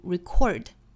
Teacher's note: 但是作为动词呢仍然是重读在第二个音节